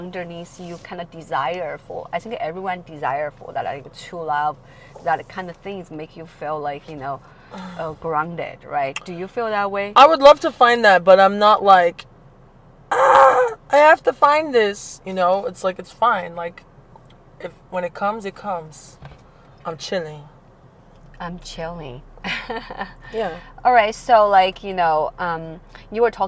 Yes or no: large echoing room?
no